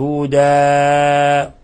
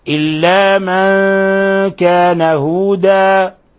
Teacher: هذه الألف المبدلة من التنوين لا تعطى أكثر من حركتين · Shown in: second take · إلا من كان هودا فقط، إلا من كان هودا، وهذا حالة الوقف عليها فقط لا حالة الوصل. · Term: تنوين عوض